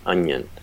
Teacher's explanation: That occasionally I'll hear someone say something like an onion, and they will make a nya sound for the n, where the instead of saying onion, they are combining that n and the yod sound, the ya, into a single action